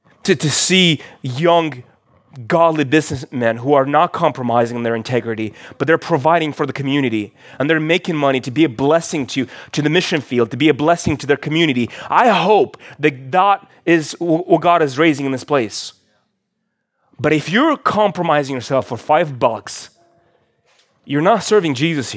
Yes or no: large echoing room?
yes